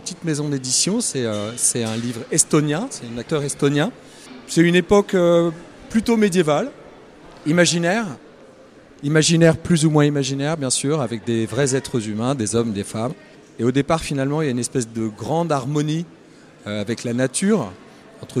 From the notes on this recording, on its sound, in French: Au Marché de Lëon, marché de créateurs organisé par Radio Béton à la mairie de Tours